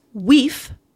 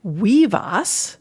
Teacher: you got the V sound when that F occurred between two voice sounds, like two vowels. · Shown in: second take